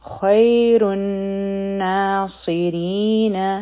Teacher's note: خیر خا غټ حرف دی او د فتحه نه پس چې یا راشي نو دا حروفي لین دي، دا به نرم وایو. را به غټه وایو ځکه چې په دې باندې ضمه ده.